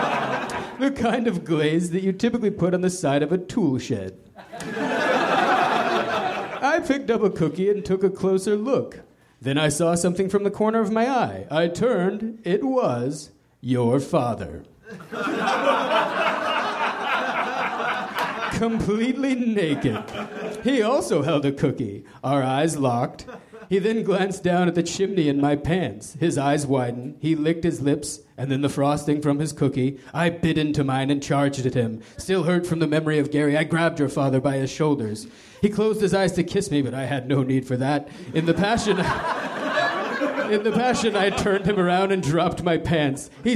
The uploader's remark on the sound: Recorded at the Nerdmelt Theater, July 15, 2013.